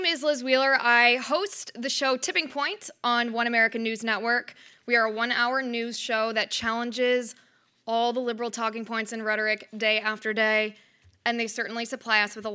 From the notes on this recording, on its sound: Her remarks were recorded at our 2019 Western Women's Summit hosted by the CBL Center for Conservative Women in Santa Barbara CA on April 5, 2019.